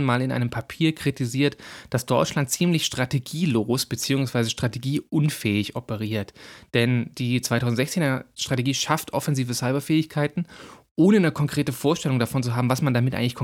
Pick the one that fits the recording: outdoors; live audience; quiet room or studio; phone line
quiet room or studio